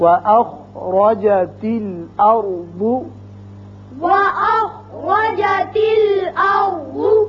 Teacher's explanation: را بھی پر ہوگا اوپر زبر ہے، اس کے بعد را یہ ساکن جو ہے یہ بھی پر ہوگا اس لیے کہ پہلے زبر ہے اور بعد بھی پر پڑتے